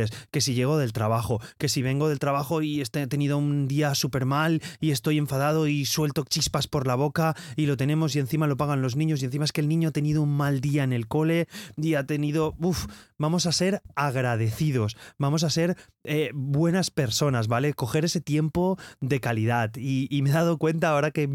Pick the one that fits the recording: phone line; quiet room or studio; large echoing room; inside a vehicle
quiet room or studio